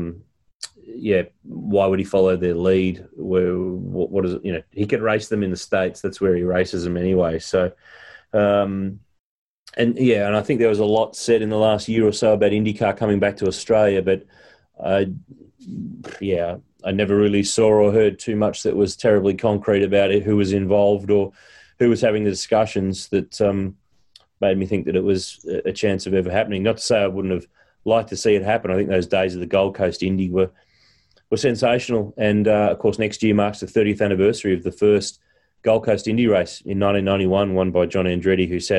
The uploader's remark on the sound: recorded over Zoom